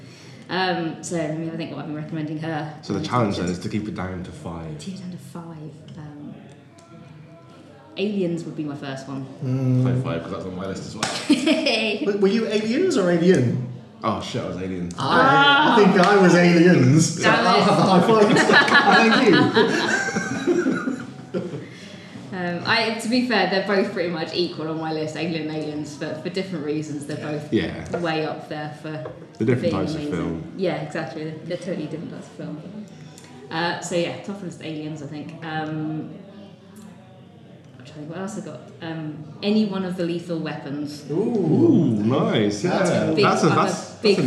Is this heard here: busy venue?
yes